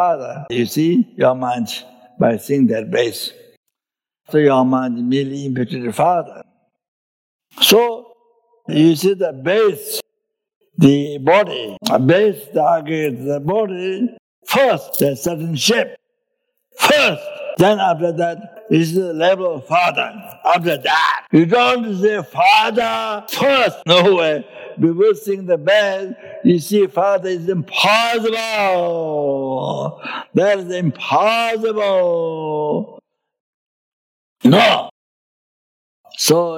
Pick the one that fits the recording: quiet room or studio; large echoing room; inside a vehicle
large echoing room